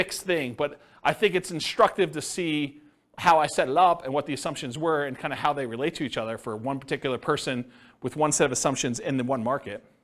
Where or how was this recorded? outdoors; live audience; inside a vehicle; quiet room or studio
live audience